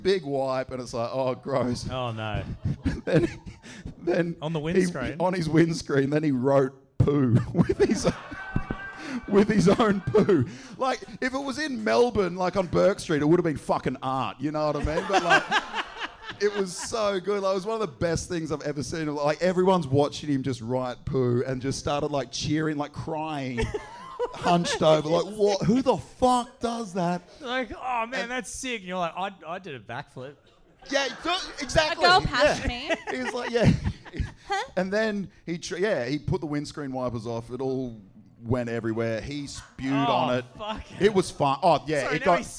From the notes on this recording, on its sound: This week's ep is from our Live Show back in December! There is some very crook crowd work.